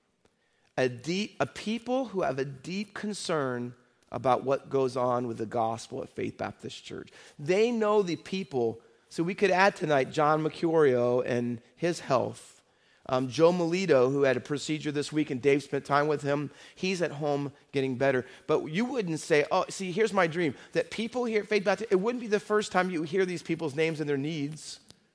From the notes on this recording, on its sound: Faith Baptist Church in Hamilton, NJ.